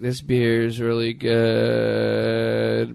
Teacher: Oh, everything ends in a rising inflection.